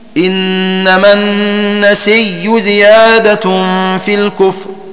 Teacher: وأبدل ورش أيضا الهمزة ياء في إنما النسي زيادة في الكفر في سورة التوبة، ثم أدغم الياء الأولى في الثانية فيصير النطق بياء مشددة مرفوعة